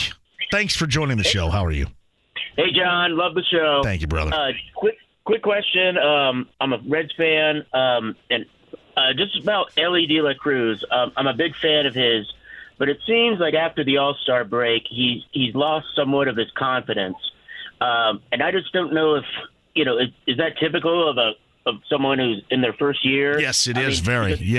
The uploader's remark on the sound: opens the phone lines and takes some calls